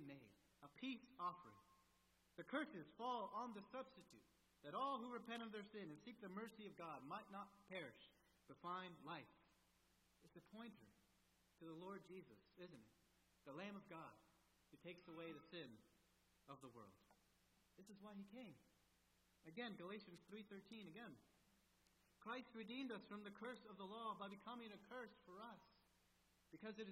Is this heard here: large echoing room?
yes